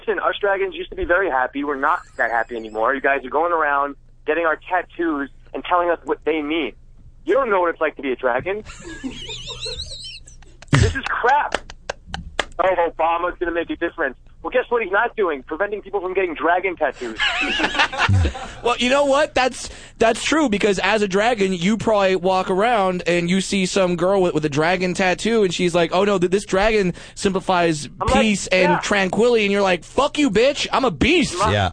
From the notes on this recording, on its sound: Take listener phone calls, chaos ensues.